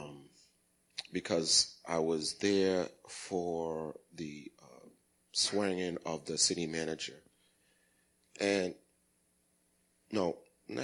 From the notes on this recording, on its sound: Recorded at the 08:30am Sermon on 2016-12-11.